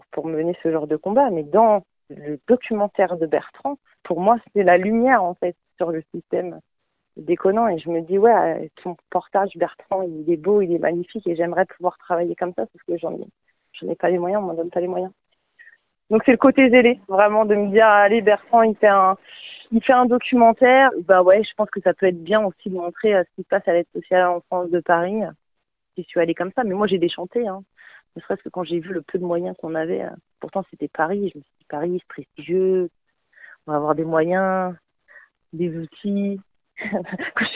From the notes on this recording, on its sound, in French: Joint par téléphone. Cet article provient de Radio AlterNantes FM.